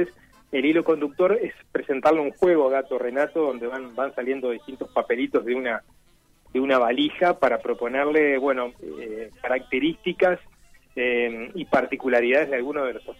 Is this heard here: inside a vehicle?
no